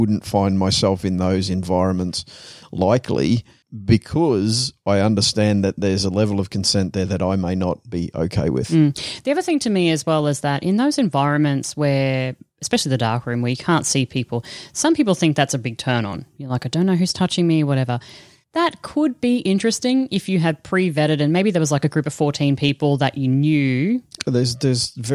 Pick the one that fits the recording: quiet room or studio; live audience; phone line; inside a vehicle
quiet room or studio